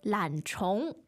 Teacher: Right, so that's third tone, second tone, right?